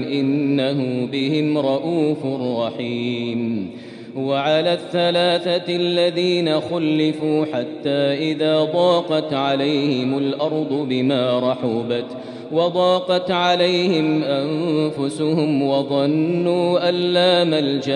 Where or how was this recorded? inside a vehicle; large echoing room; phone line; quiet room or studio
large echoing room